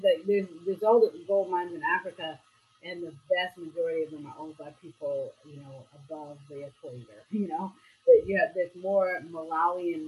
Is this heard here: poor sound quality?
yes